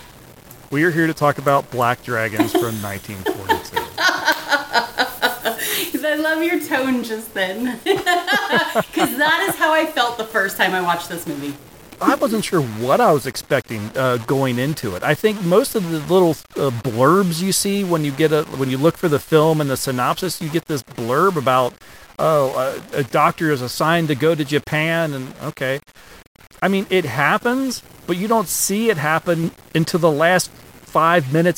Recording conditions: poor sound quality